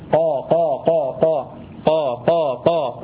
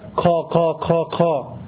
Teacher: طيب الكاف، اهي مهموسة، عشان كده اللي بينطق القاف مهموسة في مصر، اللي بينطق القاف مهموسة عشان قربوها من مخرج الكاف، والكاف مهموسة، القاف مش مهموسة، قاف من جوه شوية · Shown in: first take